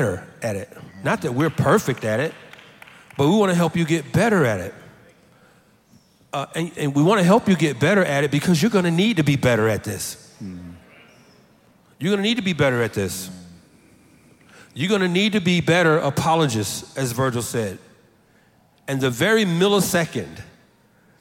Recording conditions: live audience